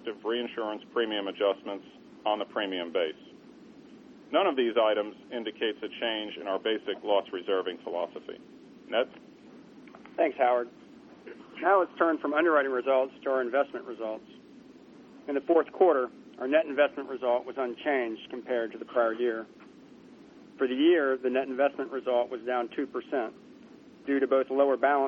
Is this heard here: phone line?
yes